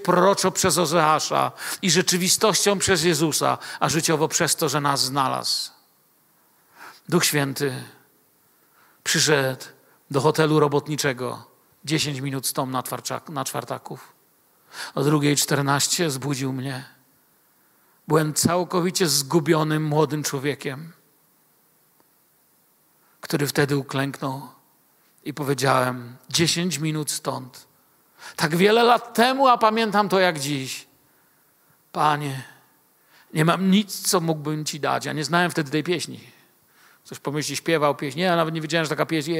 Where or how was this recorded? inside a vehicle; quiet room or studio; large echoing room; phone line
large echoing room